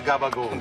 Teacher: The second to last vowel sound, an O sound, gets raised, so change that to an U. And toss out the last syllable.